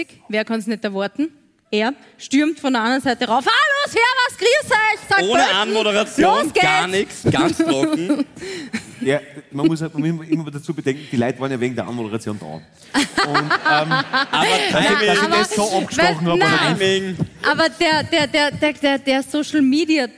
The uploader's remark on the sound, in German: Hier kommt die LIVE Aufzeichnung vom 27.11.2023 aus Leonding - natürlich nur die erste Hälfte.